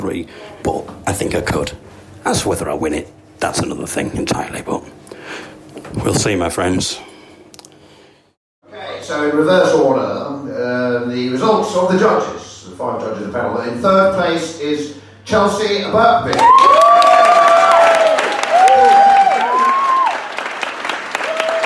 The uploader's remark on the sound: Live From Bath Comedy Festival’s New Comedian Of The Year Final